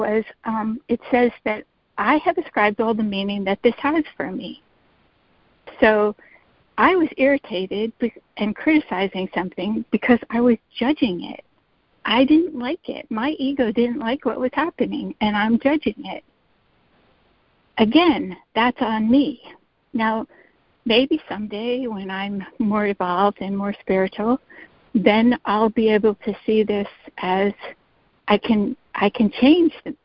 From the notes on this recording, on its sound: ACIM Daily Conference Call.